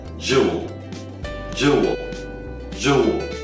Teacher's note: Es decir, vamos a pronunciar rápidamente desde la J hasta la L. Solo vamos a tratar de pronunciar la primera vocal y esa primera E va a sonar más como una U. Entonces, no diga jewel, diga jewel, jewel, jewel.